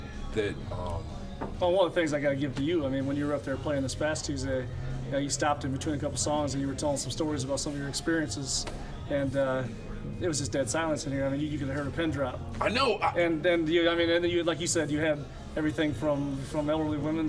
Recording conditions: busy venue